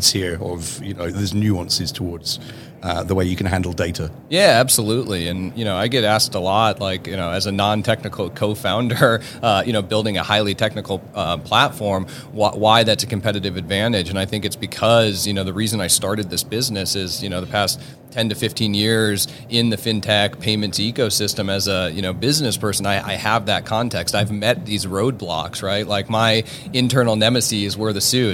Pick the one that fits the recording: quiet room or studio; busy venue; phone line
busy venue